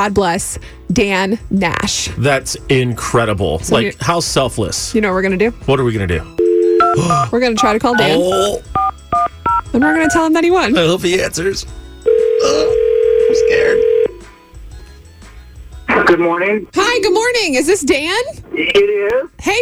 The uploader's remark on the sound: trying to get the lucky winner on the phone!